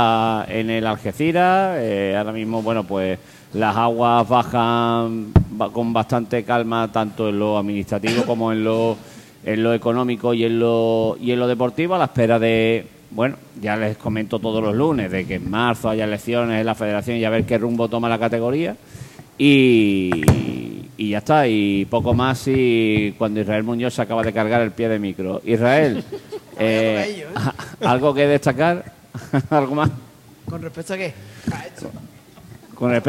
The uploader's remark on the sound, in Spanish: emitido en directo -solo audio- desde La Pxta Calle de Plaza Andalucía